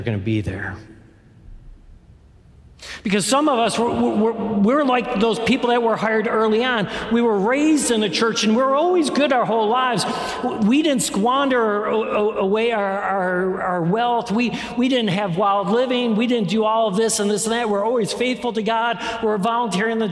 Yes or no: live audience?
yes